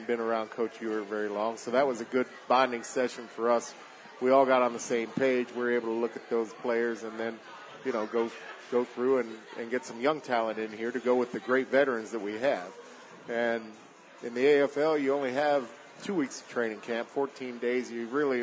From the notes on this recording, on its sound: LIVE from the Recovery Room Sports Bar and Grill